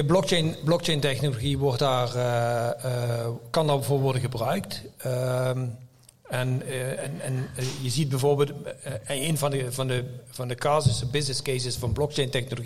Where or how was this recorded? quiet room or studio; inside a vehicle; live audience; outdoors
live audience